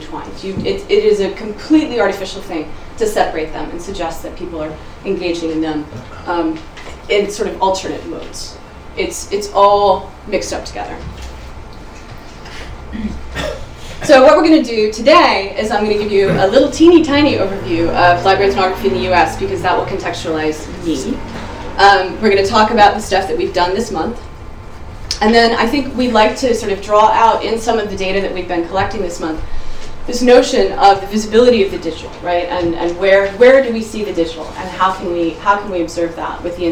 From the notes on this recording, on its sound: Speaks at the SRHE Digital University Network event The digital and the material: mapping contemporary student practices.